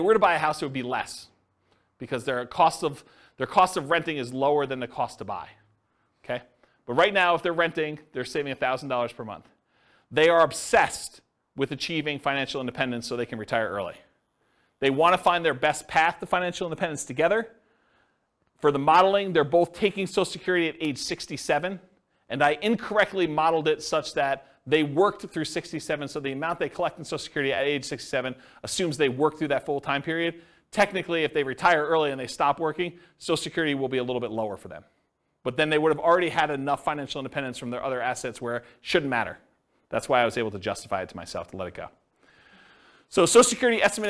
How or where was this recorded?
live audience